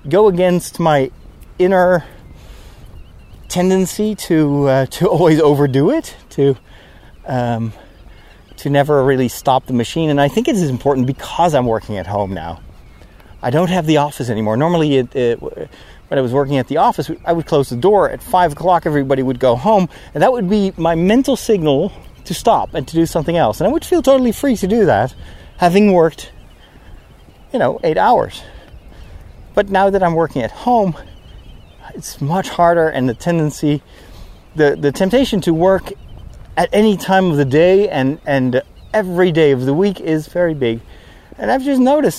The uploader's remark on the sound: While walking through the unusually quiet countryside on a sunny day